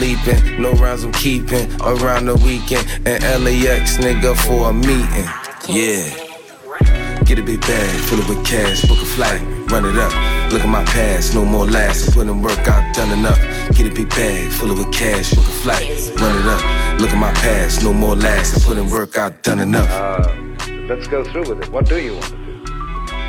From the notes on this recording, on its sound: At Tanpopo Ramen and Sake Bar in Albany. This was a very cool episode to record, as it is the first one I have ever recorded in a crowded restaurant.